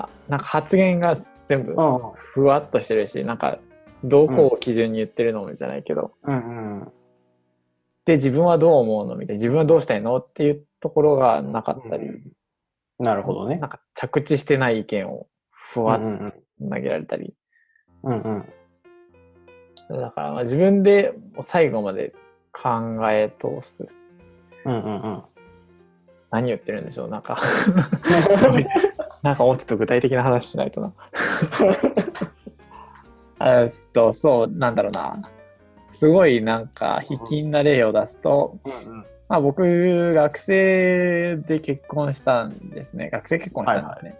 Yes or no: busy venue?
no